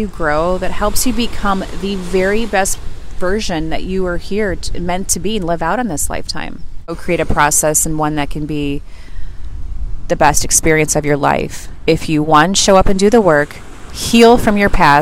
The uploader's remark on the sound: the sound is a bit off as I recorded this on the beach.